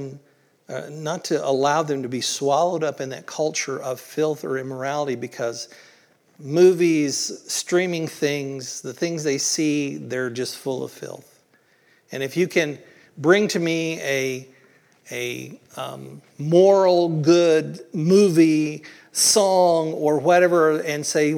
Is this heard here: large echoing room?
yes